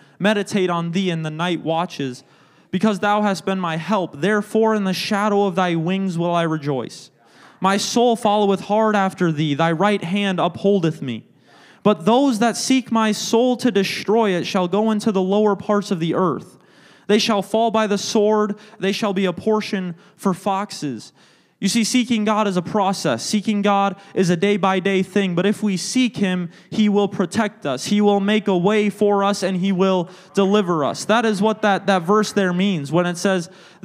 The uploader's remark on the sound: a service recording from Connect Point UPC!